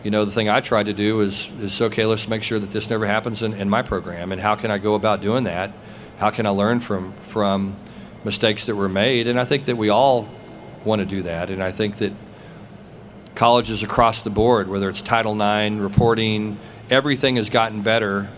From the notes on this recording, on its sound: press conference at Big 12 Football Media Days